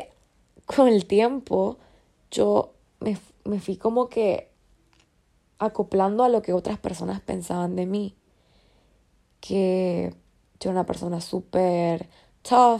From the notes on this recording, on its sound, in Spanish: Nada de guión todo desde mi corazón y sueños grabado una noche random a las 12:21 AM from my iphone.